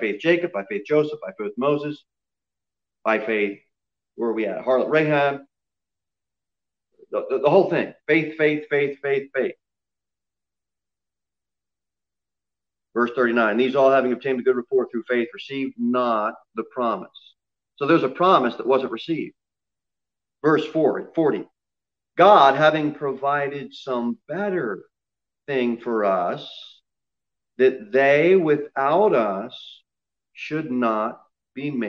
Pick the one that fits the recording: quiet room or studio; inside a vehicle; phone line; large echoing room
large echoing room